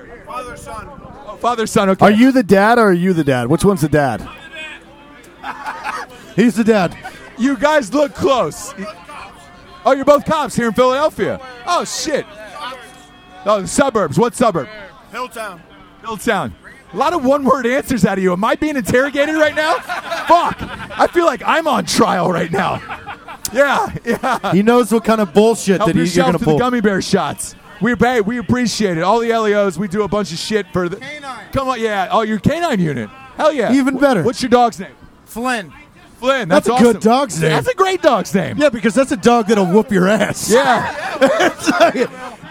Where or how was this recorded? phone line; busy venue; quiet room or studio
busy venue